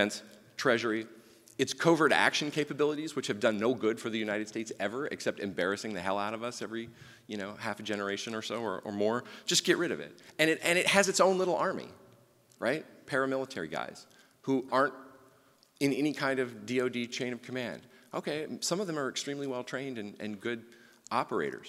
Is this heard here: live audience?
yes